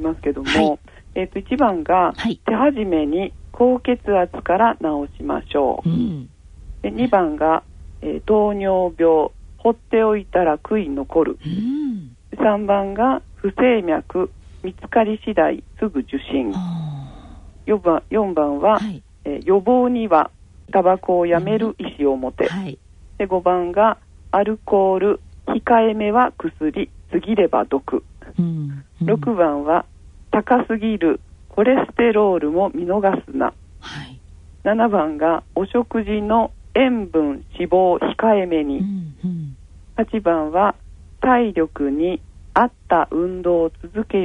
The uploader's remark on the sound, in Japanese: 電話インタビューの模様をお伺いします。